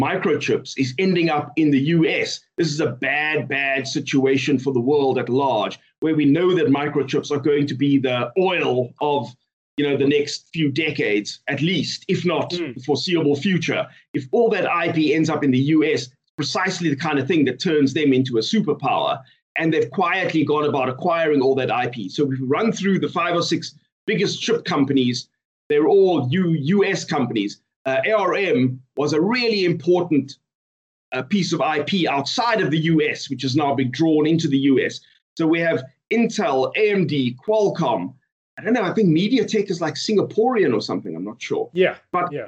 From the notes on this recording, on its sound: Recorded via Skype